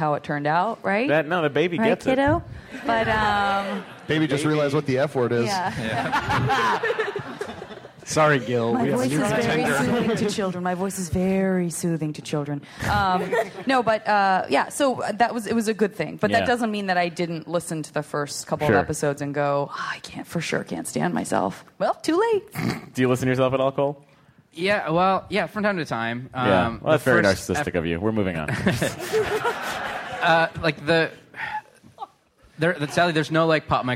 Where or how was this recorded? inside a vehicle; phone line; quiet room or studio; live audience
live audience